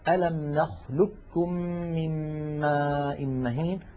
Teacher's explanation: ننطقه بكاف مشددة · Term: إدغام القاف الساكنة في الكاف